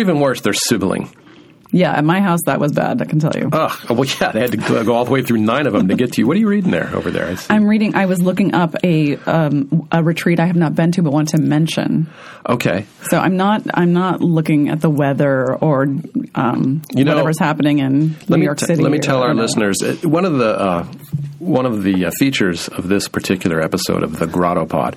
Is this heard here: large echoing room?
no